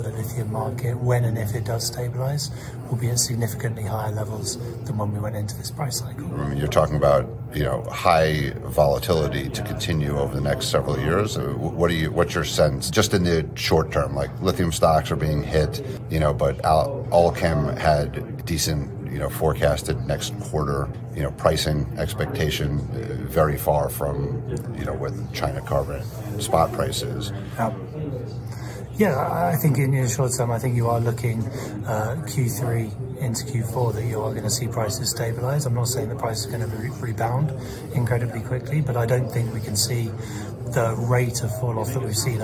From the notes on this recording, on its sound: Interview at Benchmark Minerals Conference